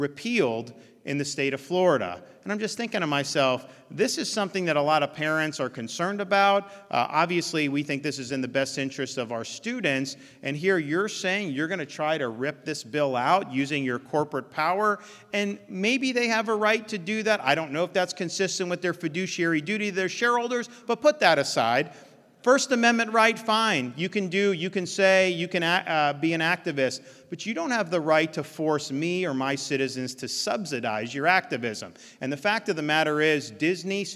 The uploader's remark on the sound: NatCon 3 Miami. Keynote address at the Miami National Conservatism Conference.